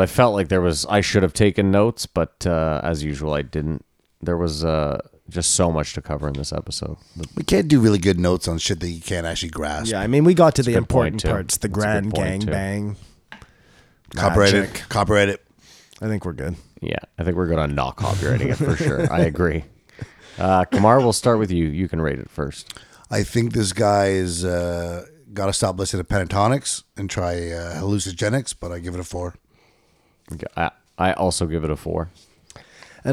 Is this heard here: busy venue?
no